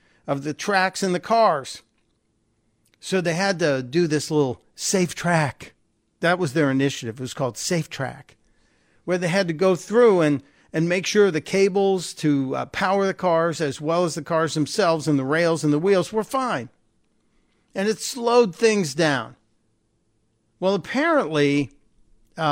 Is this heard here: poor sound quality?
no